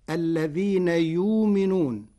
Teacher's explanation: قرأ ورش كلمة يؤمنون بإبدال الهمزة واوا ساكنة فتصير الذين يؤمنون.